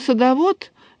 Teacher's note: такой коротенький гласный, почти «ы-образный», он совсем артикуляционный, акустически не похож на основной аллофон, но это тоже аллофон фонемы «а».